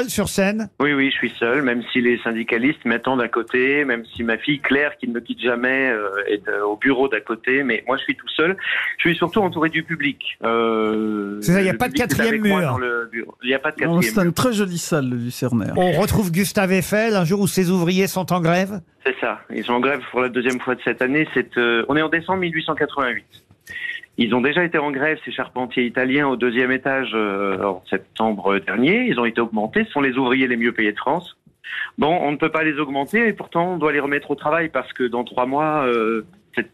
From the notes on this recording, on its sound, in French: était au téléphone ce 28 septembre dans "Les Grosses Têtes".